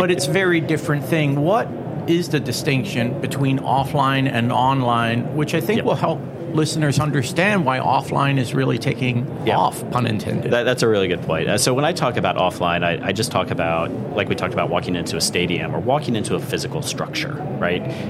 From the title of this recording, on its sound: LIVE FROM MONEY 20/20